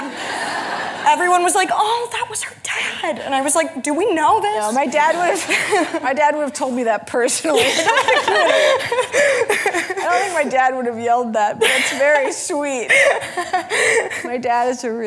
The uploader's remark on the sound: The conversation was recorded on October 3, 2019 in front of a live audience at New York's 92nd Street Y.